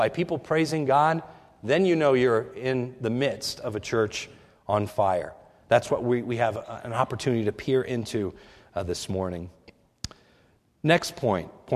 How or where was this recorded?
large echoing room